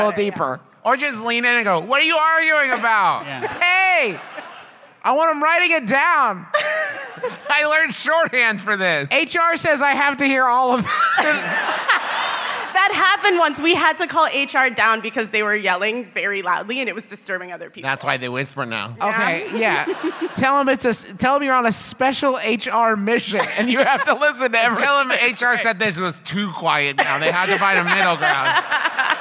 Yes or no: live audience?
yes